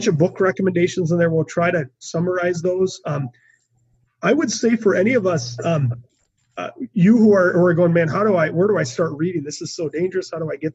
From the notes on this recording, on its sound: Here is the Podcast from our Zoom Event